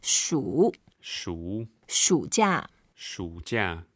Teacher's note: 暑假 is the third tone, so we make sure we go down and up and just emphasize it because summer holidays, people tend to like it.